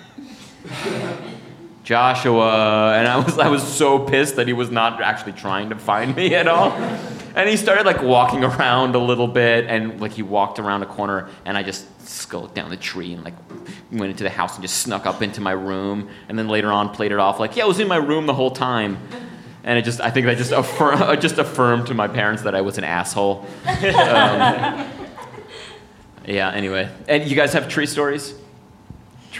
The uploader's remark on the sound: "piffle!" is recorded live at the Comedy Café Berlin in Berlin, Germany.